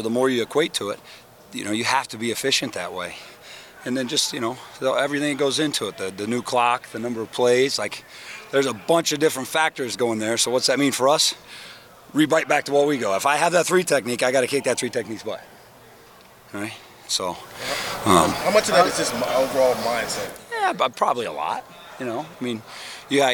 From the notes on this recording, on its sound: Unedited audio from Ohio State offensive line coach and run-game coordinator. From his media availability session.